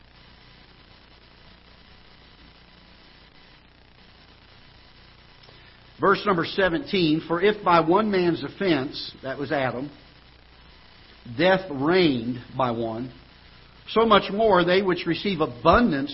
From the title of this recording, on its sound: Ketha Heights Baptist Church ~ Live Broadcast